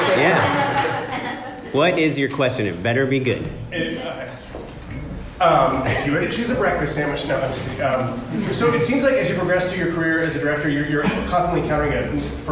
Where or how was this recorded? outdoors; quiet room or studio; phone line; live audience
live audience